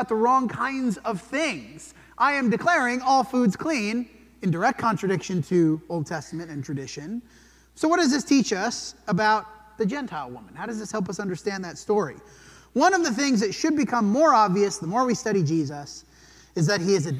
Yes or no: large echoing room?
yes